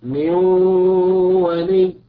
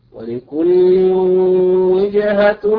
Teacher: النون في من نون ساكنة أتى بعدها حرف الواو وهو من حروف الإدغام بغنة، فتصير هكذا من ولي.